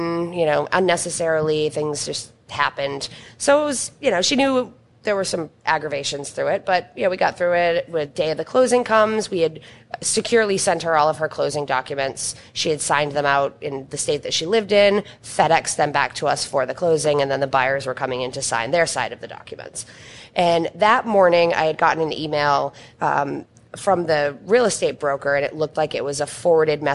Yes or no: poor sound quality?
no